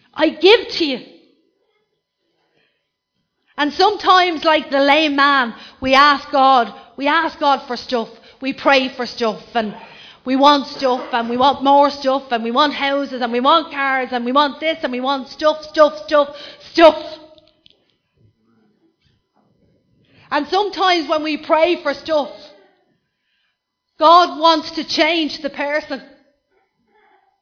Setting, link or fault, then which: setting, large echoing room